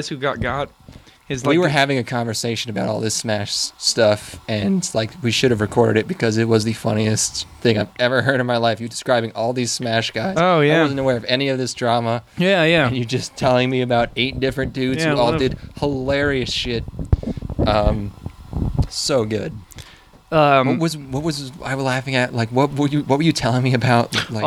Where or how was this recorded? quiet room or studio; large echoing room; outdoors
outdoors